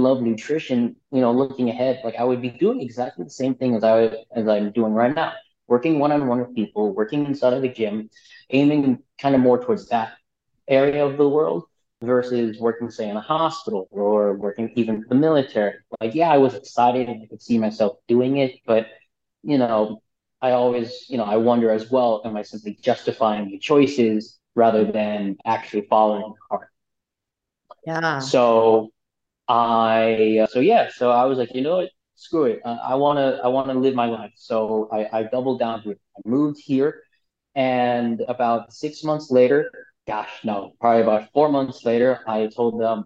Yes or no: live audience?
no